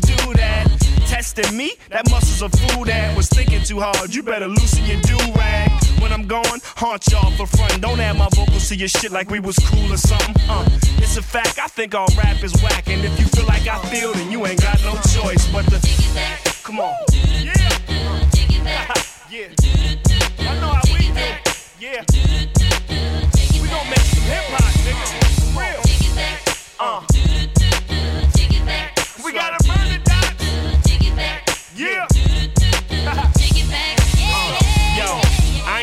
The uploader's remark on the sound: Recorded at Prairieland Park - Afterparty at Jax Nite Club 302 Pacific Ave. Downtown Saskatoon.